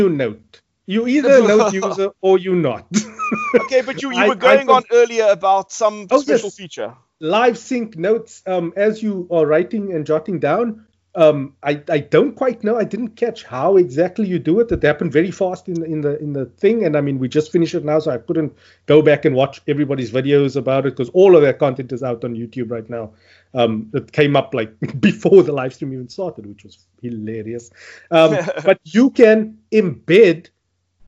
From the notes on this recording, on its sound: Recorded via Skype